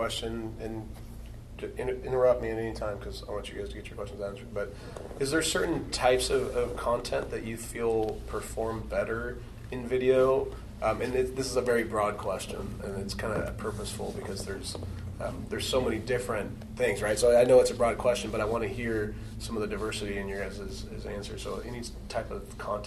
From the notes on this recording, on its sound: A fireside chat at the Digital Marketing Quarterly event presented by Webfor. I'm joined by fellow video professionals from the Portland, Oregon metro area.